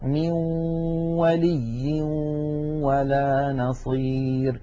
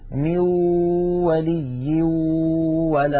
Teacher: هنا يا إخوتي عند الإدغام بغنة يخرج صوتان في آن واحد، واو من الشفتين في المثال الذي معنا، وغنة من الخيشوم، مجموع هذين الصوتين يشكل النون المدغمة في الواو. من الأنف يخرج غنة ومن الشفتين تخرج واو، يبدأان معا وينتهيان معا · Shown in: first take